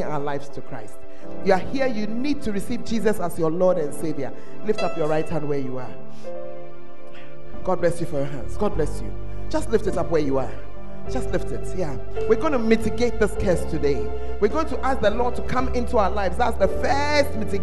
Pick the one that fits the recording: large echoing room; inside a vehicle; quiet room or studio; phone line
large echoing room